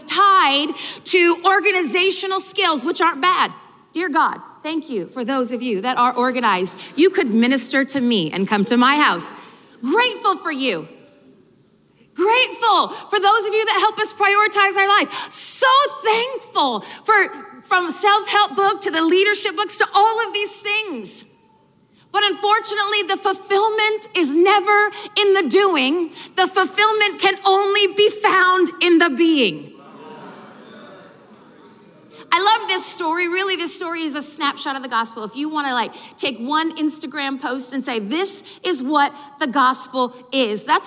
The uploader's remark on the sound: From the ARC Conference. This powerful session from the 2019 ARC Conference Anaheim.